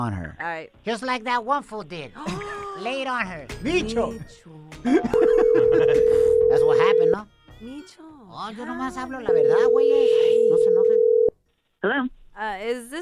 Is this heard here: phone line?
yes